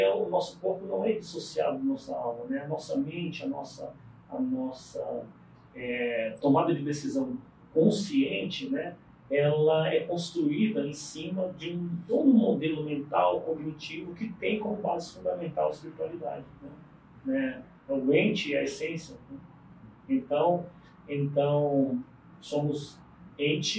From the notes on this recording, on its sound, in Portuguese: Pedimos desculpas pela qualidade do áudio